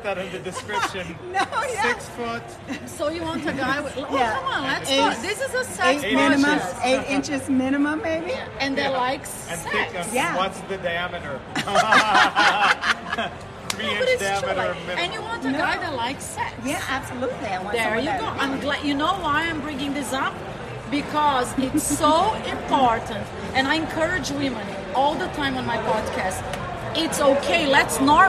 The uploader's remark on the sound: Super fun episode LIVE from the gorgeous Cosmopolitan Hotel Las Vegas.